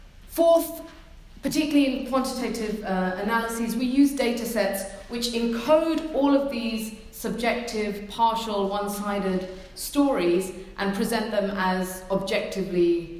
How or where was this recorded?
live audience